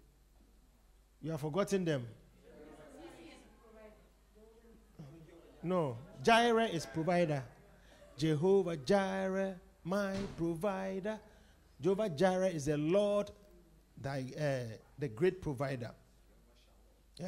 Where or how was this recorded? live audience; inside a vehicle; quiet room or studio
live audience